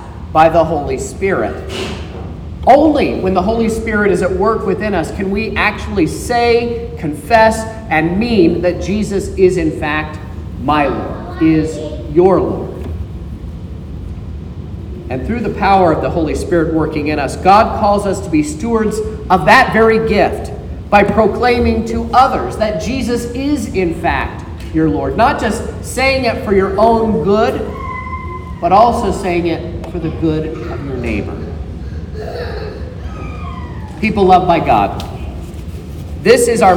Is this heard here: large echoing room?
yes